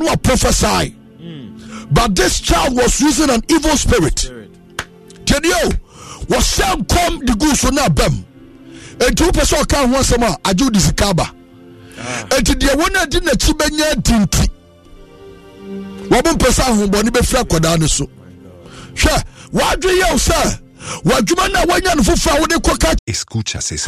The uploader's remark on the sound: Live worship &prayers